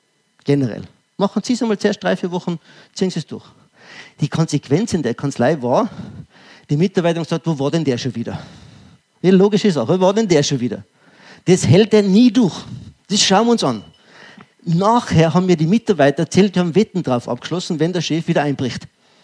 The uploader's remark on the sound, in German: Ausschnitt aus dem ÖGWT-Vortrag "Wirksame Mitarbeiterführung". LIVE.